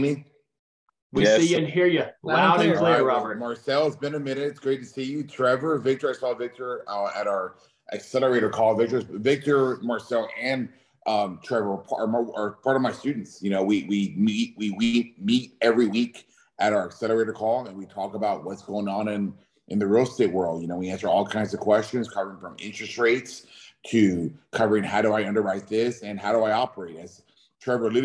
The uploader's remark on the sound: Welcome to another Special Zoom session